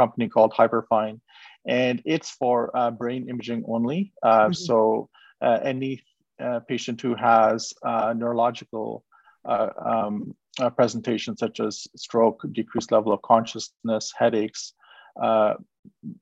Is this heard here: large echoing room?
no